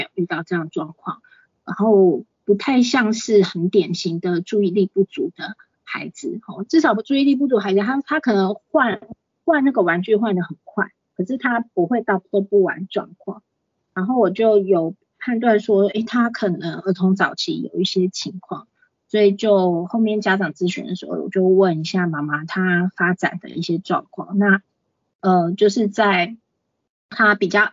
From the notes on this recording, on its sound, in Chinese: 講座錄音。此為線上課程錄音檔！